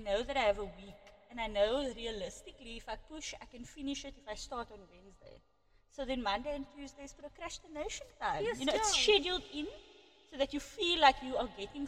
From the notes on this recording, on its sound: The echo episode. Episode 2 of our very amateur post for our podcast. In this epsiode we clearly don't know that the echo is turned.